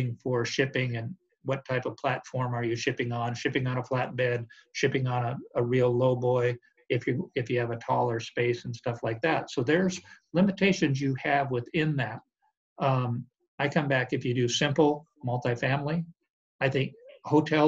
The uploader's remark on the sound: This is the zoom interview. From Dallas, TX.